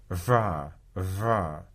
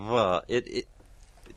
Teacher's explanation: stifled fart noise coming out the edges of your lips